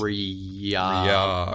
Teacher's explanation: Like between the two R's, there's a shift in vowels. · Term: diphthong